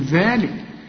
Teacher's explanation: طلع لسانك في الذال، وفي نهاية الذال ألف